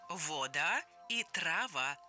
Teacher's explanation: Перед нами два давних варианта русской фонетики – «аканье» и «оканье». При «оканье» безударные «о» и «а» различаются. Например, «вода» и «трава» начинаются с разных гласных.